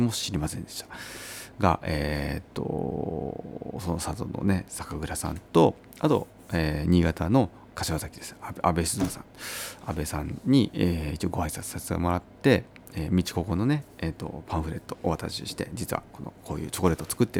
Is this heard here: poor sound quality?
no